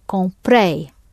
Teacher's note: in this past tense in Portuguese, we're going to hit the ending. And a way to remember that is to say that past is last.